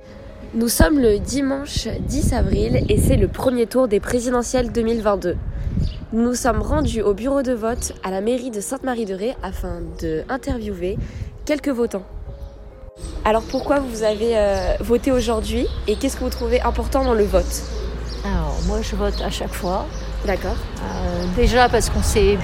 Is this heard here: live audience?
no